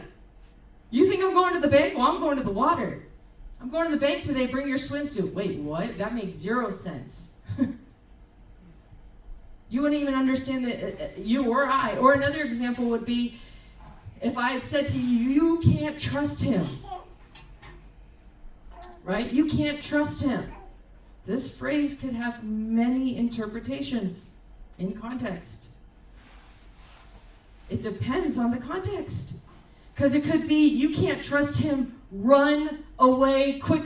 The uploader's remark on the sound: Recorded on October 8, 2023 at Crossing Life Church in Carmel, ME.